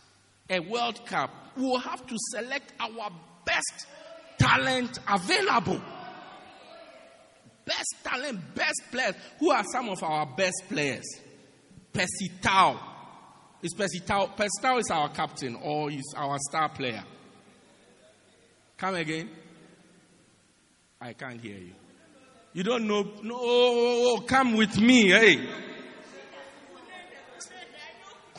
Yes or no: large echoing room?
yes